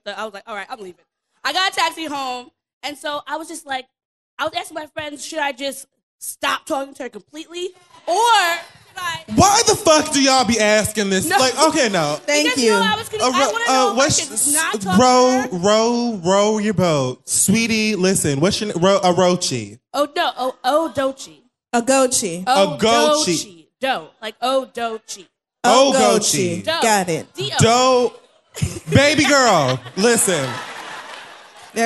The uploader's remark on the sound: The Read Live at The New School in NYC.